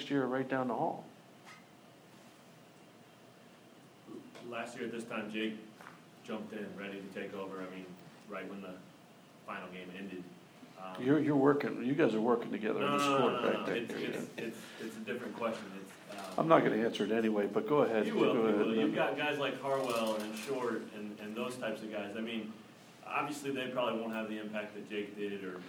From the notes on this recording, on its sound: press conference